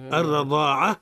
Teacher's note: الراء حكمها التفخيم لأنها متحركة بالفتح